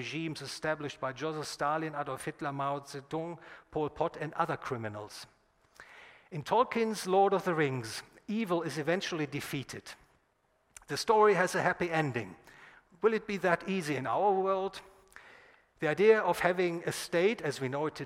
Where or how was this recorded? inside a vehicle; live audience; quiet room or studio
live audience